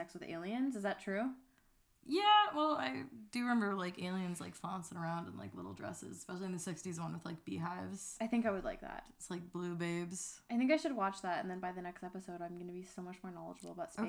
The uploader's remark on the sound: We're new to this so we apologize for the sound levels.